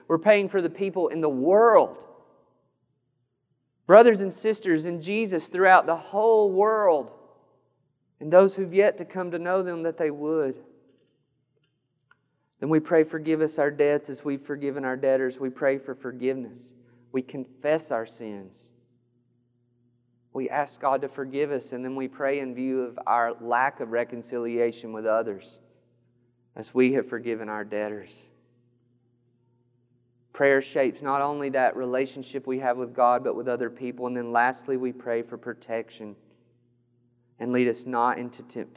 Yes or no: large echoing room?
yes